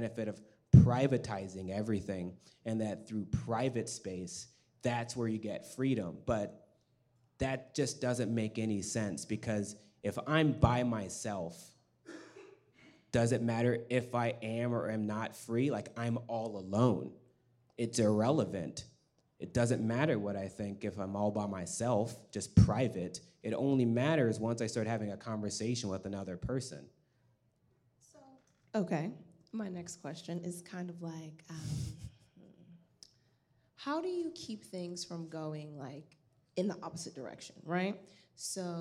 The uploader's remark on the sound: Sustainable Culture Lab Launch Event -- Live Podcast